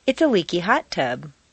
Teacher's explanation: When you modify a set phrase, you maintain the same pattern, leaving the new adjective unstressed.